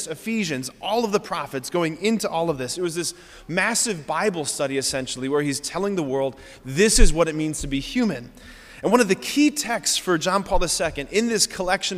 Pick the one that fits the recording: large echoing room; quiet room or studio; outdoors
large echoing room